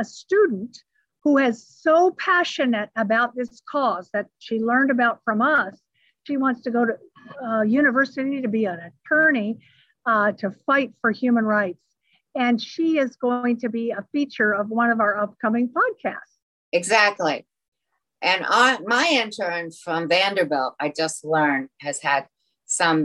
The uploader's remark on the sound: recorded over Zoom